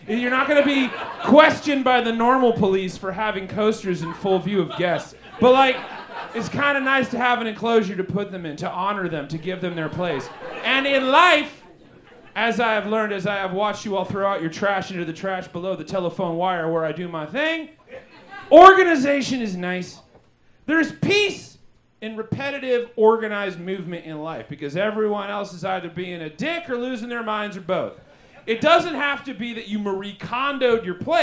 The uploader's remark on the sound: Recorded LIVE at Chicago’s Historic Green Mill Lounge on February 10th 2024 for The Paper Machete